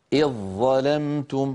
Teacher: عند وصل كلمة إذ بكلمة ظلمتم نحول الذال إلى ظاء ويصير النطق بظاء مشددة. هكذا إذ ظلمتم، فإن وقفنا نقول إذ، تعود الذال للظهور لأنها انفصلت صوتيا عن الظاء بعدها.